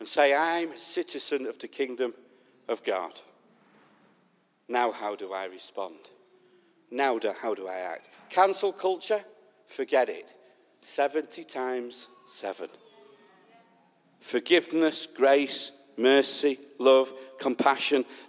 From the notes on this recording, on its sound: This message was recorded at the Lighthouse Manchester on Sunday 20th June 2021